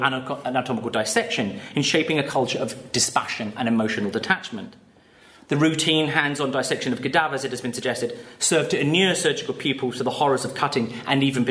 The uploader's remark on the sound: Paper given at the symposium